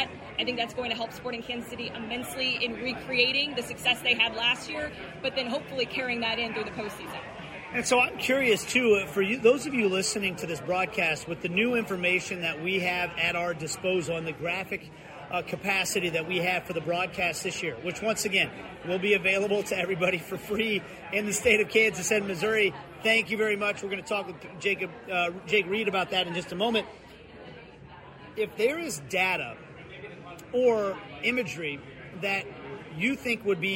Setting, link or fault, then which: setting, busy venue